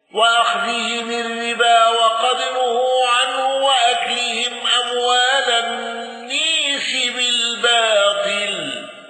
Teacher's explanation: ابن كثير بصلة ميم الجمع وصلة هاء الضمير